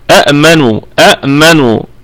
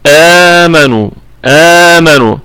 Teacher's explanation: أأمنوا أأمنوا همزتين، فأبدلت الهمزة الثانية حرف مد من جنس ما قبلها · Shown in: second take · وقبلها همزة مفتوحة، فصارت آمنوا آمنوا. · Term: مد البدل